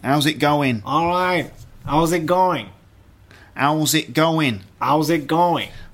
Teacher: No T, no H. And there's no G at the end of going